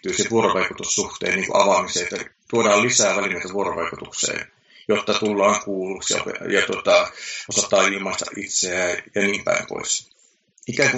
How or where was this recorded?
video call